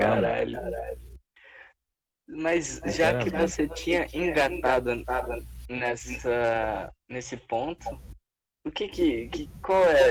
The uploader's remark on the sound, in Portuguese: muito audio estourado